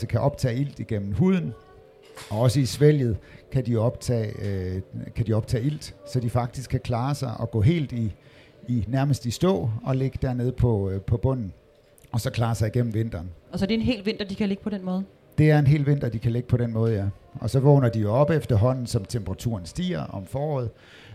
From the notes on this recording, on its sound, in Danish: Podcasten er taget på Folkemødet.